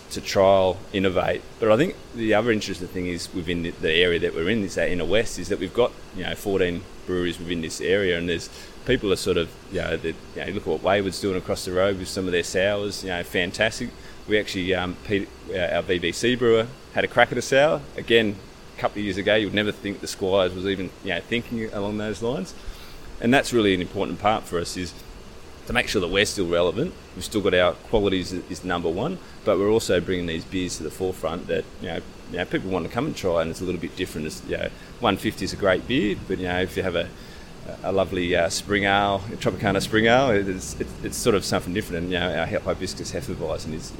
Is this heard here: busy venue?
yes